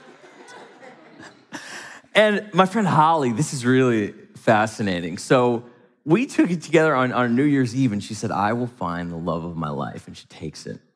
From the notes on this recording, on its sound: from the stage of Mindvalley’s A-Fest